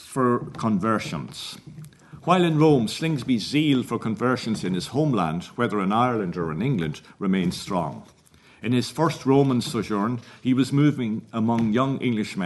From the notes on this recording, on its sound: at the 2022 Tudor and Stuart Ireland Conference